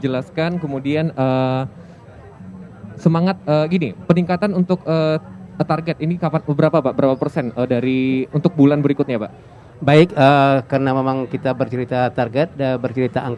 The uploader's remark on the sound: Live Outdoor Broadcast masih hadir dalam peringatan Hari Kesehatan Nasional ke 57 yang diselenggarakan dengan pelaksanaan vaksinasi Covid 19 di Kabupaten Padang Pariaman.